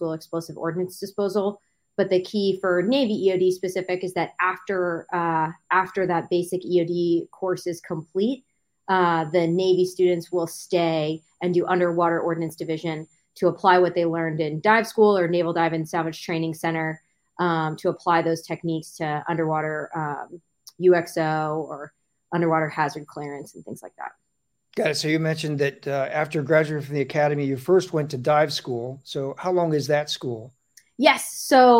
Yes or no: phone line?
no